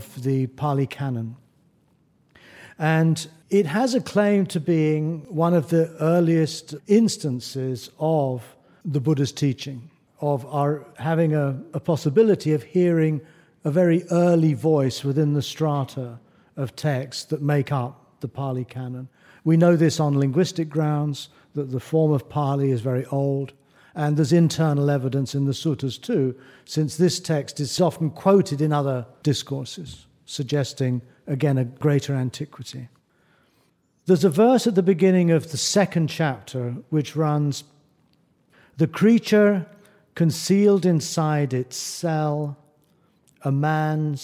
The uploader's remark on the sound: in front of a live audience